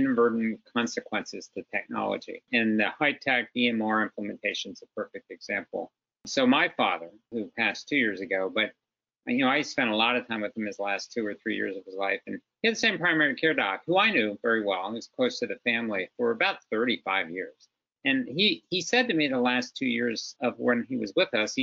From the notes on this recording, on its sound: In this episode, we share the audio from a recent webinar.